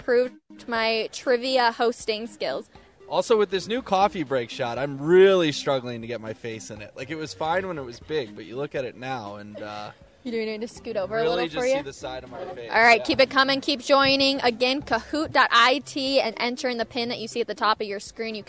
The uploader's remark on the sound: Live from the NHL Stanley Cup Final Media Day! The crew is live from Ball Arena ahead of the NHL Stanley Cup Final Media Day.